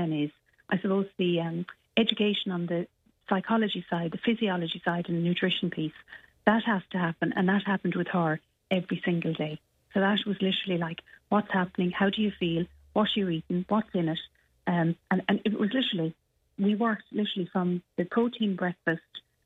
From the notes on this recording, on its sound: on the phone this morning